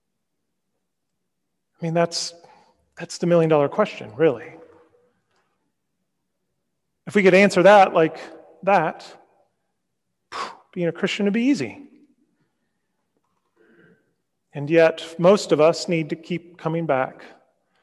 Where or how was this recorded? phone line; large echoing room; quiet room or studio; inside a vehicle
large echoing room